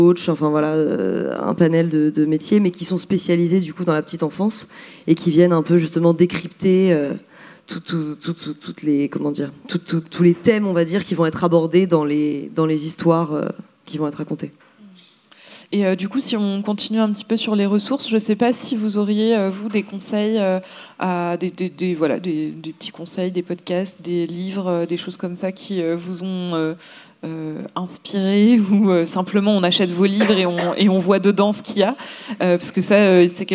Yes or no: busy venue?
yes